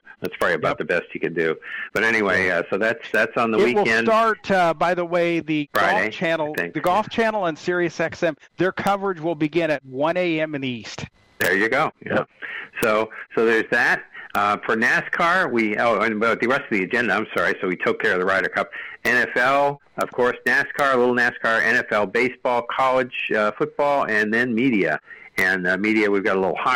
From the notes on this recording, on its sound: Take your live calls and questions in realtime.